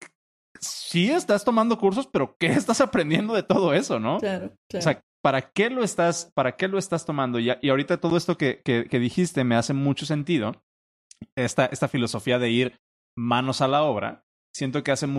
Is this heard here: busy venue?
no